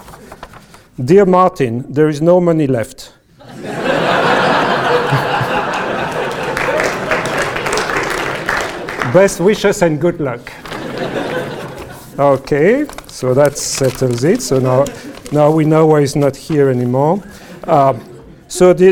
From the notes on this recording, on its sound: gave this Inaugural Chairman's Public Lecture